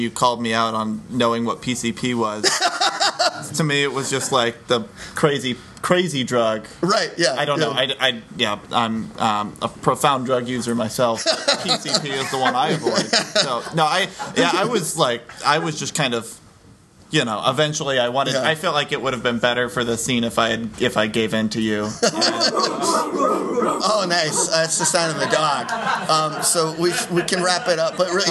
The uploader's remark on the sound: Live from the 8th annual Chicago-Raliegh improv festival at ComedyWorx